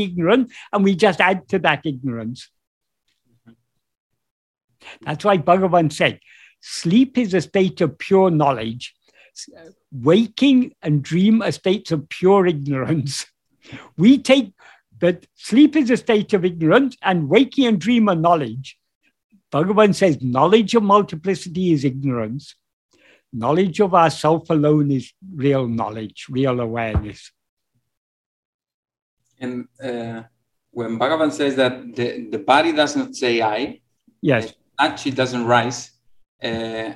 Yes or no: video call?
yes